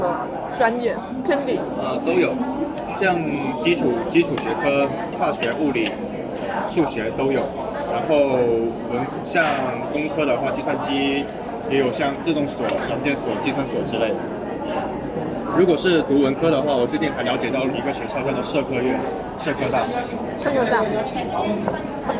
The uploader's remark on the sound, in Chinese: 是朋友来学校附近找我吃饭，顺便的聊天录音。环境嘈杂，多多包涵。